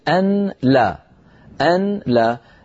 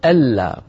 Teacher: النون الساكنة تدغم في اللام فيصير النطق ألا